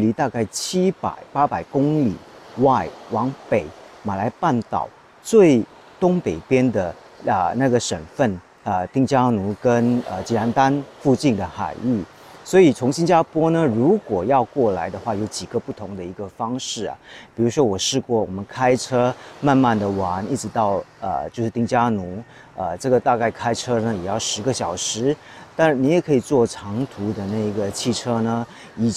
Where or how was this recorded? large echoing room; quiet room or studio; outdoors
outdoors